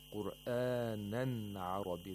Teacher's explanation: The Nun Sakina is pronounced completely and clearly in both Warsh and Hafs · Term: Ilhar of Nun Sakina